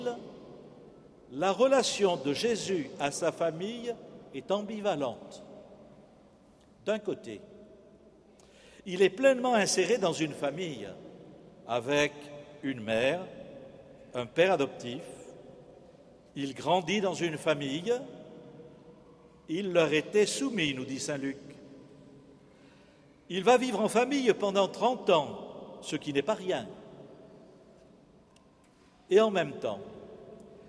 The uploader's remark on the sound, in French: Le Festival des familles en Gironde s'est achevé par la messe du 4 octobre 2015, célébrée en la cathédrale Saint-André de Bordeaux.